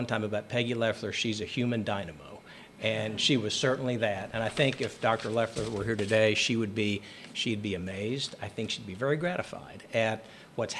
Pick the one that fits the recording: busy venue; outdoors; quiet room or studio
busy venue